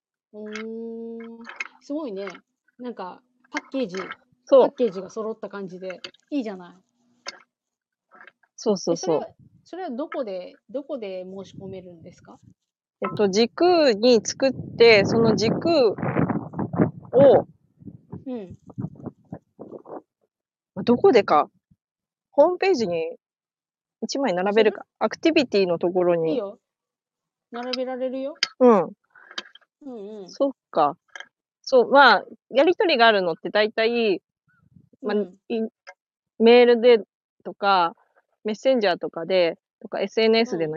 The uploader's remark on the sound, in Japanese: 農作業しながらライブ。音声の品質はまだまだ模索中。